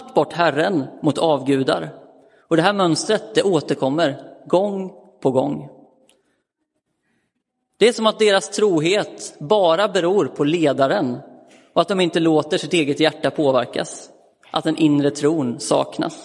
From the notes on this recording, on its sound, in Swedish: Inspelad i Roseniuskyrkan den 15 januari 2023.